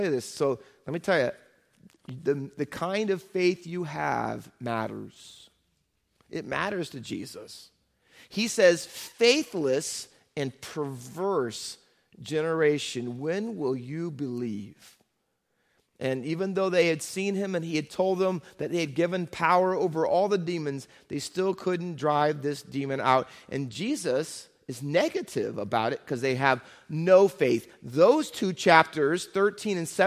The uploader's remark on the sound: Faith Baptist Church in Hamilton, NJ.